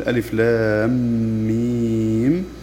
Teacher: نمد بمقدار 6 حركات وجوبا على حرف المد، ولا ننسى أن الغنة حركتين. سمي هذا المد بالمثقل لأننا نقول ألف لام ميم، فوقعت ميم متحركة قبلها ميم ساكنة، إذن هو مد لازم حرفي ومعه إدغام شفوي، فيصير مد لازم حرفي مثقل. · Term: المد اللازم الحرفي المثقل